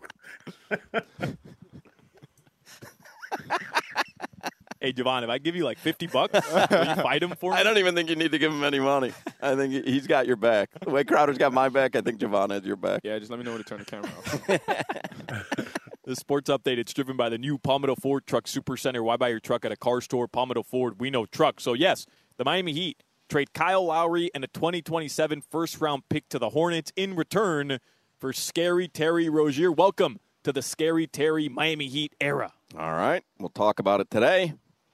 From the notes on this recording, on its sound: joins the show live at Hollywood Kia